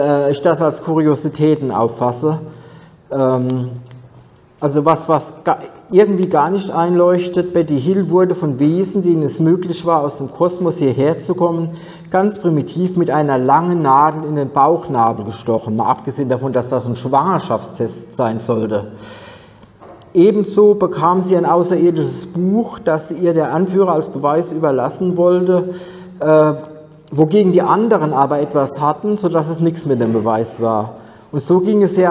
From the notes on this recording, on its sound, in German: Aufzeichnung des Vortrags auf der ALIEN.DE Konferenz am 19.08.2023 in Frankfurt am Main.